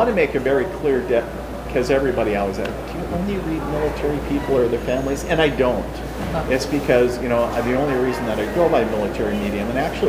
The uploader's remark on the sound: Recorded at MI Paracon 2023